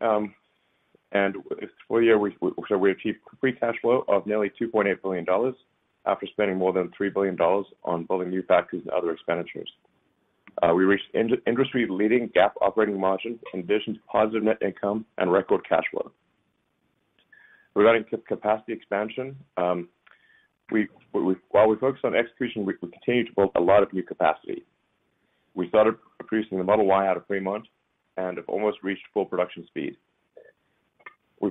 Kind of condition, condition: link, phone line